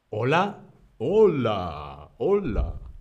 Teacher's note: La H no se pronuncia en español. La H no tiene sonido en español al hablar. Para hablar no pronunciamos la letra H. · Term: la H muda